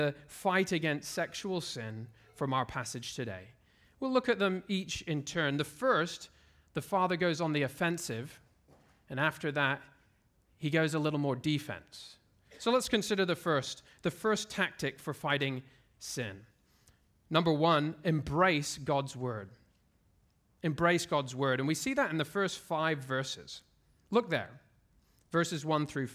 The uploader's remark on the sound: at Covenant Hope Church in Dubai, UAE